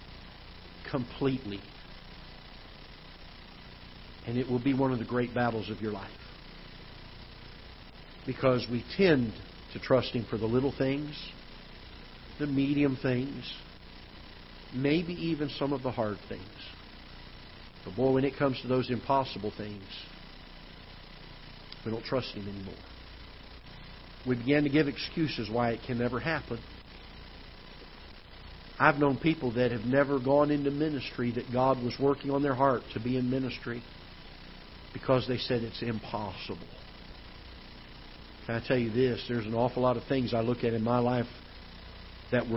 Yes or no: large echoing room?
yes